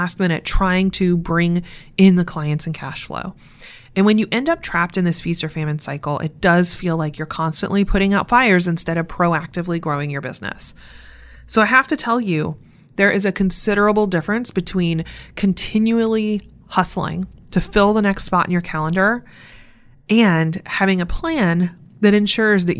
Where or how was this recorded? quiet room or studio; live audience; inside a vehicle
quiet room or studio